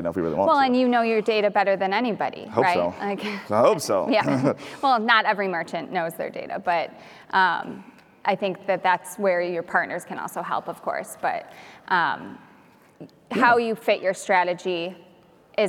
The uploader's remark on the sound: LIVE Interview. From the PaymentsEd main stage! I was invited to do a live taping of my show at PaymentsEd San Diego from the main stage!